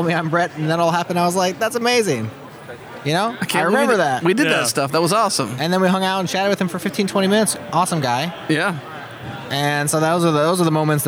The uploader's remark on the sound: Live at OSCON 2018 (Backstage #1)